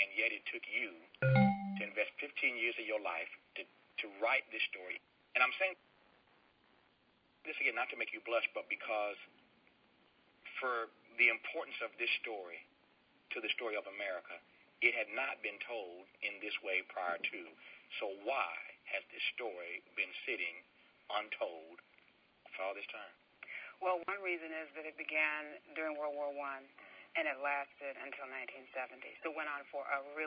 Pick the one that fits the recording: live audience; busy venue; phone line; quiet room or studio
phone line